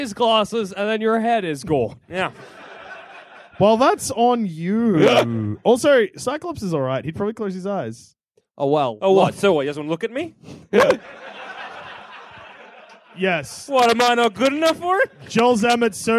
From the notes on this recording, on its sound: recorded at the Banshee Labyrinth in Edinburgh